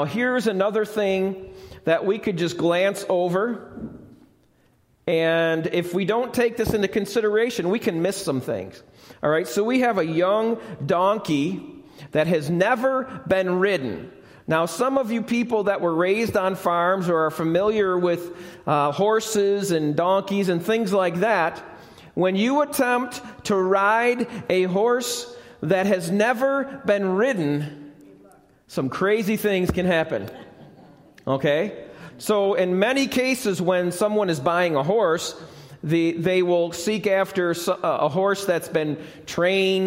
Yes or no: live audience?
yes